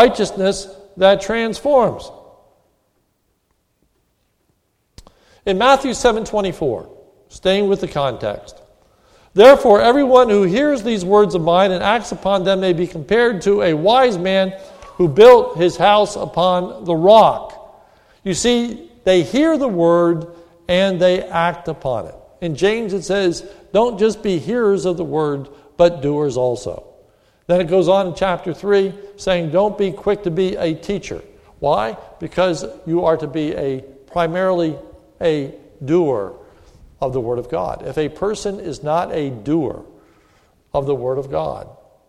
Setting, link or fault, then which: setting, large echoing room